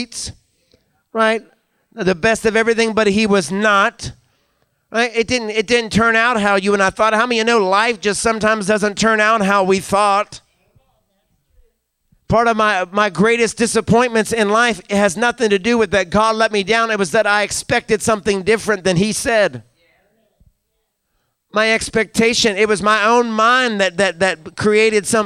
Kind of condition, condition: setting, large echoing room